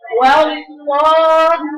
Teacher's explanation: واو رقيقة تطلع على لام فخمة